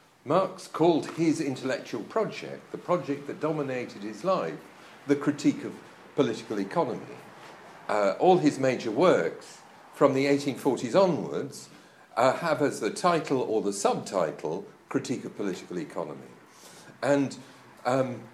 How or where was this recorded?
live audience